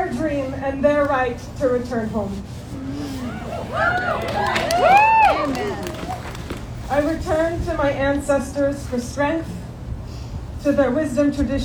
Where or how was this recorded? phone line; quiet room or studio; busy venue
busy venue